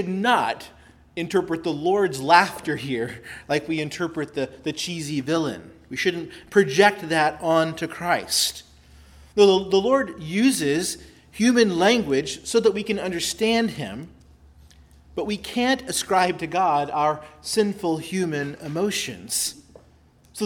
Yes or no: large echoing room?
yes